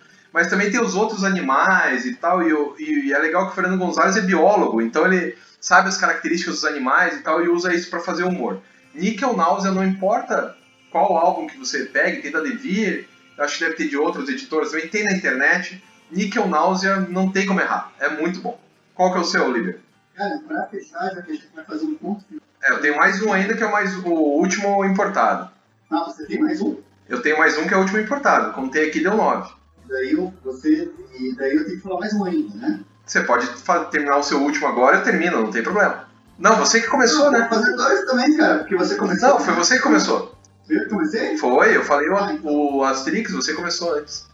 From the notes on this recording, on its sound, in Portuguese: Vários problemas com o áudio, mas tentamos deixar o melhor possível...